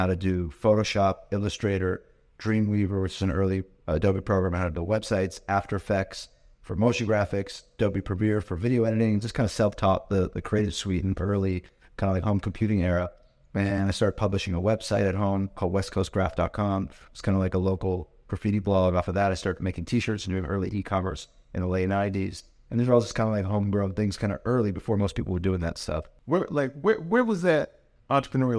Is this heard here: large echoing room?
no